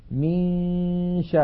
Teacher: من الميم ننتقل إلى مخرج الشين وننطق غنة من الخيشوم فإذا انتهى زمن تلك الغنة نطقنا الشين